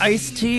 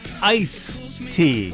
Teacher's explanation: we leave the D out because we're, well, lazy · Shown in: second take